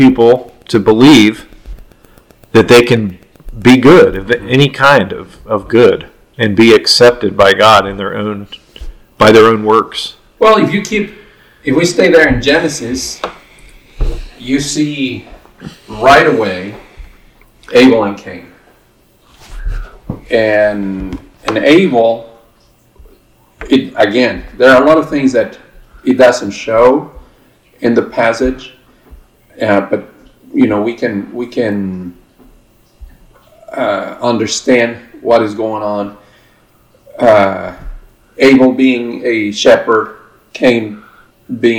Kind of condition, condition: fault, poor sound quality